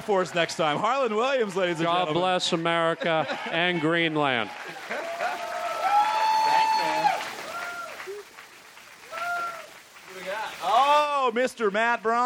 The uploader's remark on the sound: Recorded at SF Sketchfest, January 30, 2015.